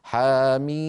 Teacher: ياء مدية بعدها ميم ساكنة يعني مد لازم